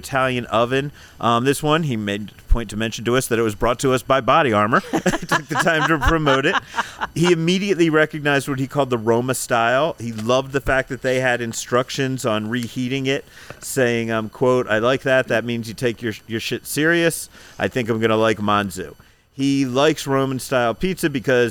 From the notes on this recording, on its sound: We're back at Dom DeMarco's Pizzeria & Wine Bar on West Charleston